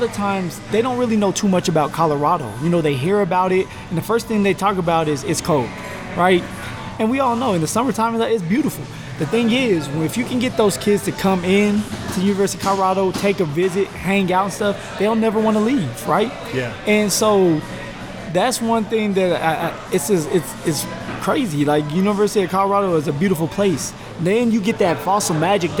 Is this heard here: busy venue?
yes